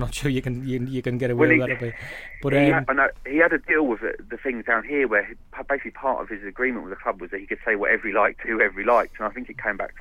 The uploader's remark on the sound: We get phone views from Brighton